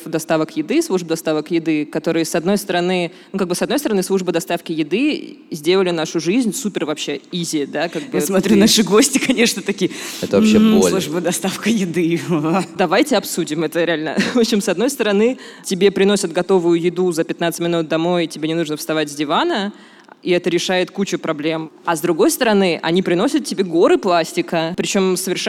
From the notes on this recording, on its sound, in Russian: Live в музее «Гараж». Этот выпуск записан в партнёрстве с Garage Radio.